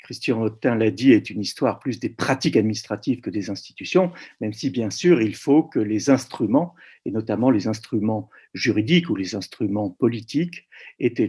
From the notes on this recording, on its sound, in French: Enregistré sur Zoom.